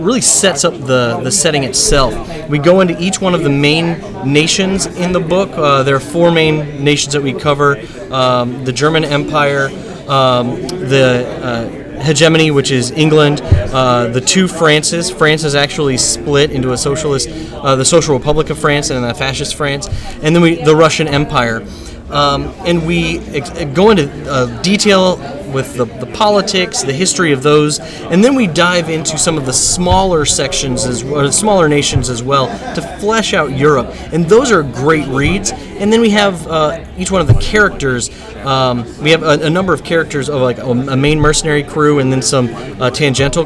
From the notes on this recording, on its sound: comes to you live from Imaginarium 2017